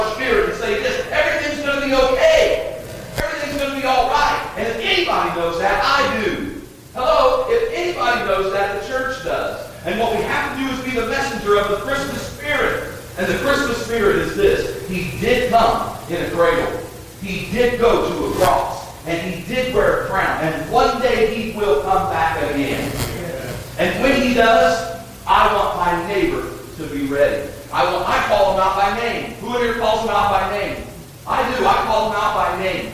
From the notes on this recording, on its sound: Audio quality not the best.